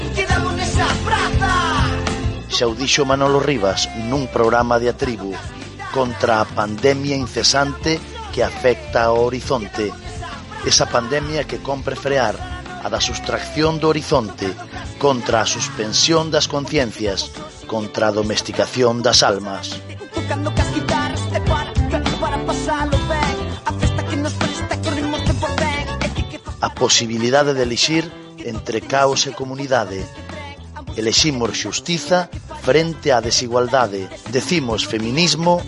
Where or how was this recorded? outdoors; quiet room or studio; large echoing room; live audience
outdoors